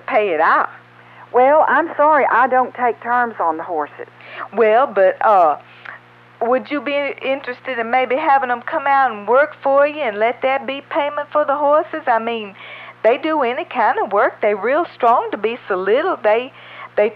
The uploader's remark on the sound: Prank Phone Calls Collection